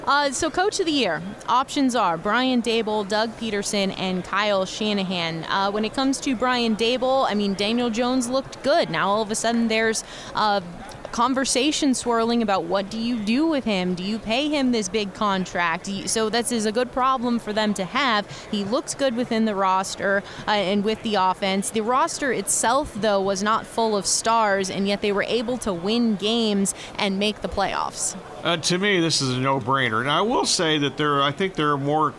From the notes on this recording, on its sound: Extra Point live from Super Bowl Radio Row on 2/9/2023.